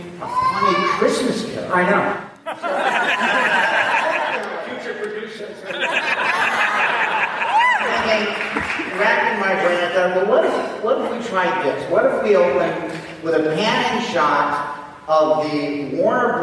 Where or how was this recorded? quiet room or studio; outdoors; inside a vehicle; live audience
live audience